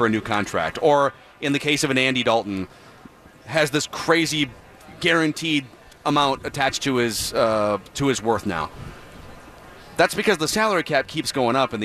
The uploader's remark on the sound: live from Radio Row all week